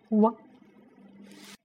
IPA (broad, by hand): w